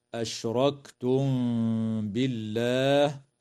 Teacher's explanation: وترقق اللام في اسم الله لوقوعها بعد كسرة